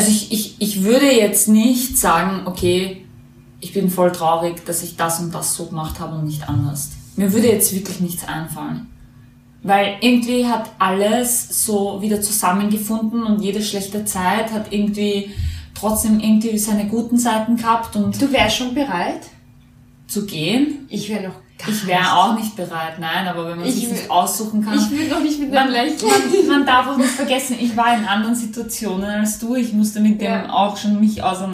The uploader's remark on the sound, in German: Entschuldigt die schlechte Qualität diesmal, das Mikro ist bei den Aufnahmen leider nicht gut gestanden